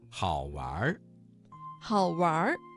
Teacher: 这个词当中的完加了一个卷舌音，形成了儿化音